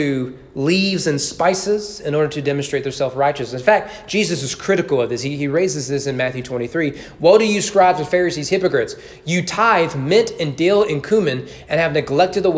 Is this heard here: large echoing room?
yes